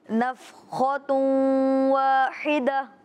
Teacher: ادغام مال غنہ. یعنی کہ تنوین کو واو سے ملائیں گے بھی اور غنہ بھی کریں گے